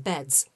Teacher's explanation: When it's after a voiced sound like d, it's also voiced, which gives z, as in beds.